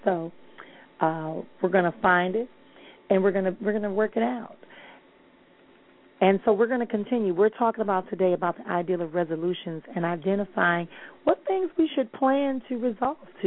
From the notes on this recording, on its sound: callers may call in with questions